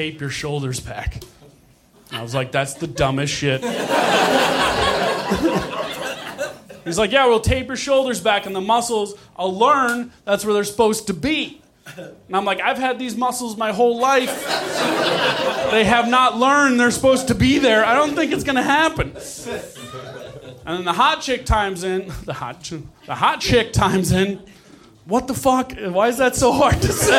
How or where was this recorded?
live audience